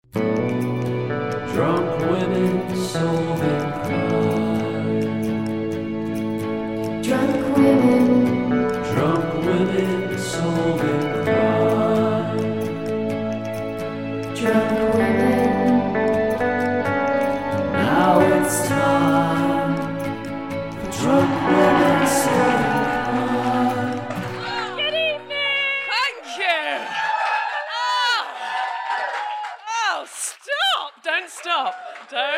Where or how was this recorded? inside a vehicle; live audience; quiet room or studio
live audience